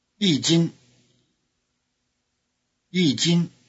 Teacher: the high tone of 一 changes to falling tone before the high tone of jin